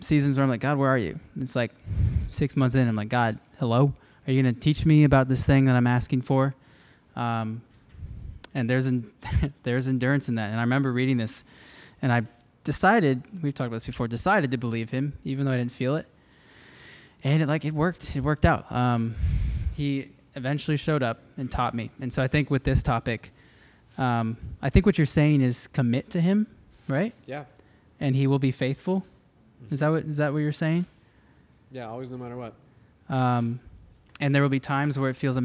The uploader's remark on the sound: This is part 2 of our live recording at Crossroads College Night!